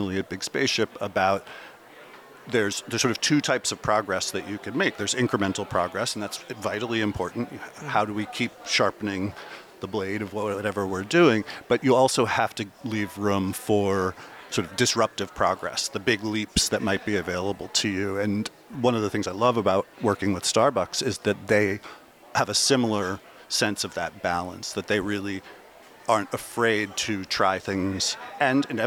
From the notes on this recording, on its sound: Recorded live at Advertising Week New York 2023.